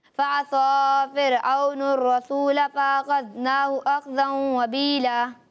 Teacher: آپ نے صاد اور سین دونوں کو ثا کے مخرج سے ادا کیا ہے